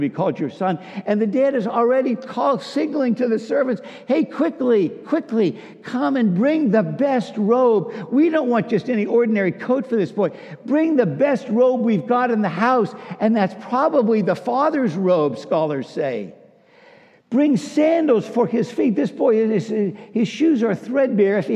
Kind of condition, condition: setting, large echoing room